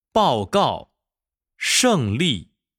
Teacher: 去声起音比较高，接着是往下滑